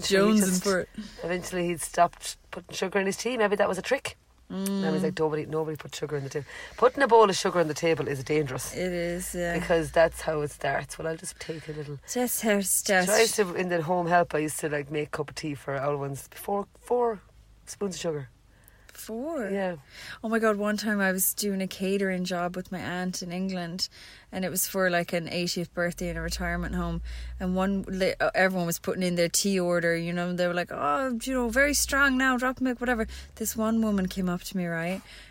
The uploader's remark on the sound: We're live from the Bean Van at Cullenamore Beach, Co Sligo.